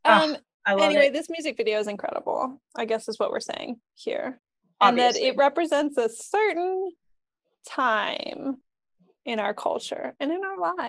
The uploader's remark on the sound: Our audio quality is now worse.